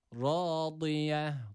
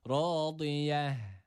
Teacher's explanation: Dat harfi var burada. Dilimizin sağ veya sol yanını üst azı dişlerine vurdurarak bu harfi çıkartıyoruz. Ve sonda dururken de noktalı olan T harfi durduğumuz esnada H'ye dönüşüyor.